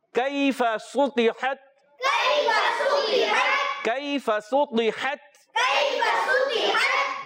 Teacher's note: یالین کو نرمی سے ادا کریں گے، کاف باریک رکھیں گے